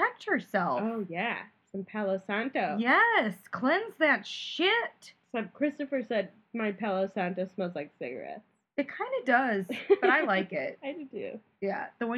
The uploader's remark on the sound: some wonky audio